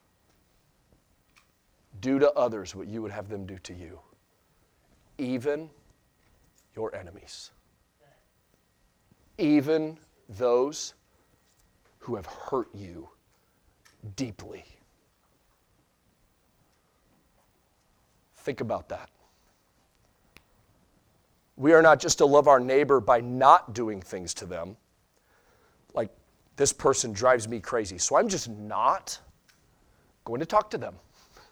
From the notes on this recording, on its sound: Sunday Morning Sermon Audio.